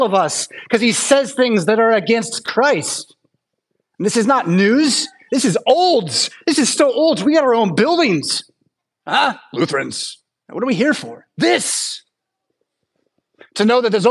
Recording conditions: large echoing room